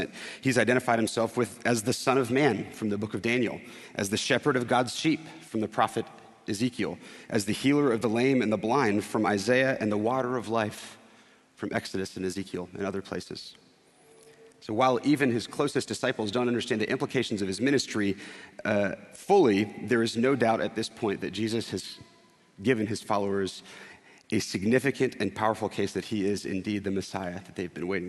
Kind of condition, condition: setting, large echoing room